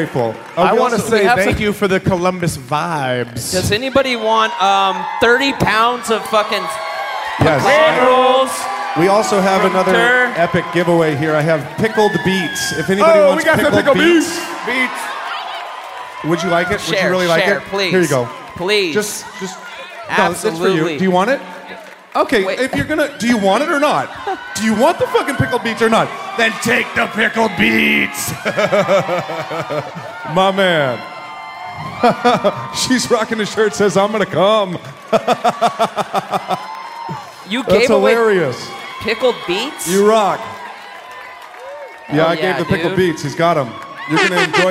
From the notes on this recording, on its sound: Live From Columbus!